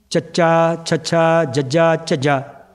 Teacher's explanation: ਚੱਚਾ ਛੱਛਾ ਜੱਜਾ ਝੱਜਾ ਤਾਲੂ 'ਚ ਬੋਲੇ, ਜੀਭ ਤਾਲੂ ਨੂੰ ਲੱਗਦੀ ਹੈ